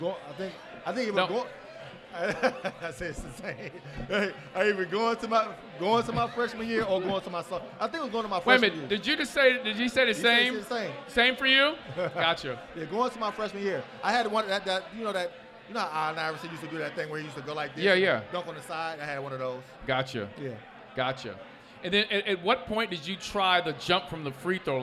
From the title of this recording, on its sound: LIVE at Mio’s